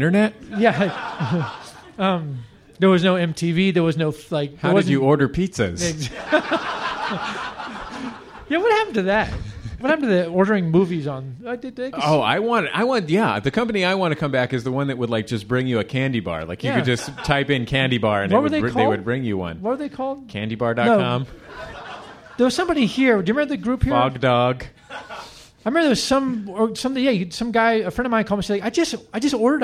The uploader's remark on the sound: He joined us live on stage in Washington DC.